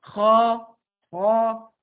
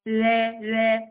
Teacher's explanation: خا خا تخينة، لا لا رقيقة